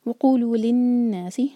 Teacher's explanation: نون پر غنہ، دو seconds کا ٹائم دیا جائے گا. جب بھی نون یا میم پر غنہ دیکھیں ہمیشہ نون یا میم کی آواز کو منہ کے اندر دو سیکنڈز کے لیے رکھنا ہوگا، غنہ کریں گے.